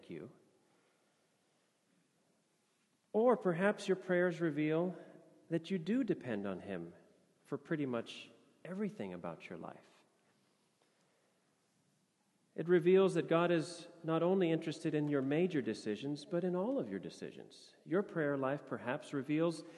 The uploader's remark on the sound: Sermon audio from FIBC Copenhagen